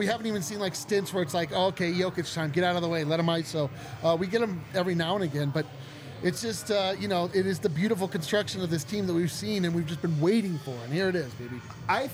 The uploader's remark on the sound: come to you LIVE from the DNVR bar